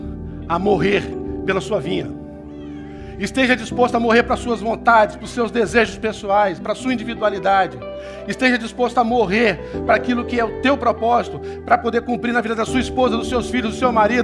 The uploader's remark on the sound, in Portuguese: Culto Celebração Manhã.